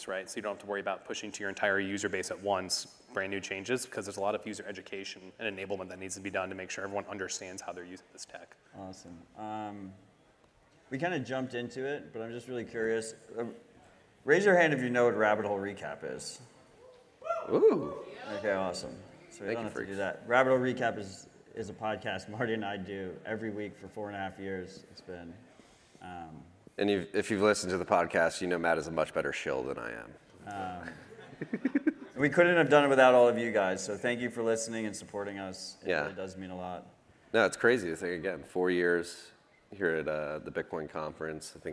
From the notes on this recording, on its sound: Live From the Open Source Stage at Bitcoin 2023 in Miami.